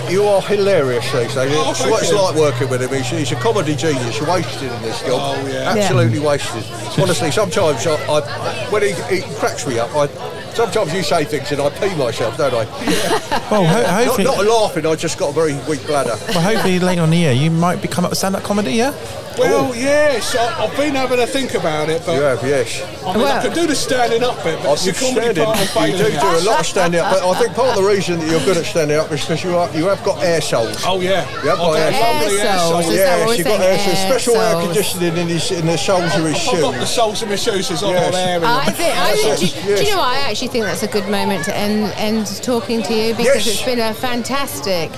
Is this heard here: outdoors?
yes